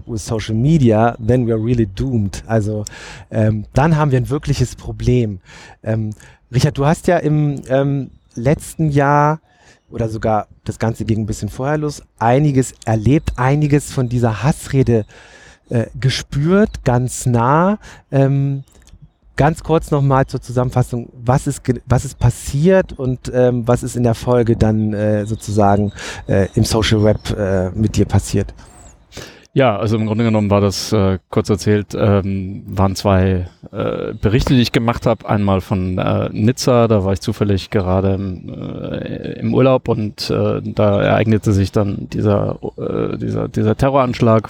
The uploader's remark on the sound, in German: Das Gespräch wurde in der vergangenen Woche auf der SXSW in Austin aufgenommen